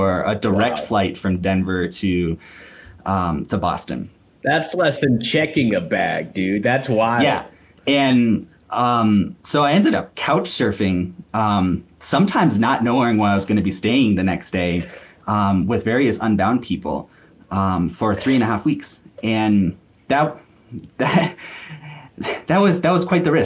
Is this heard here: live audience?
no